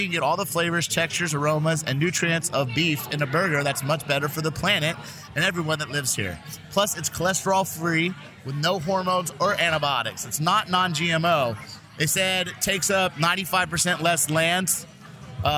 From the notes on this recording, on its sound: Record live at Tom Douglas's Bravehorse Tavern. Live from Bravehorse Tavern.